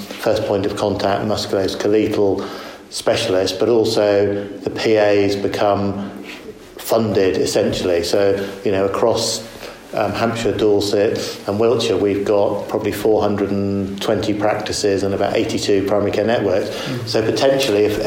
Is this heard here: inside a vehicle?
no